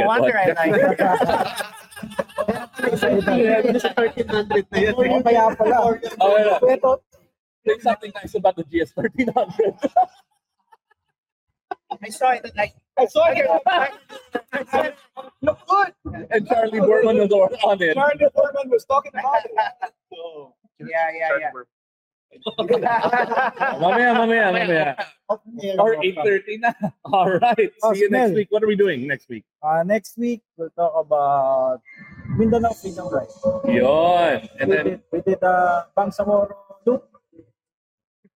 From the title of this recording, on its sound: Live from the BMW Xmas party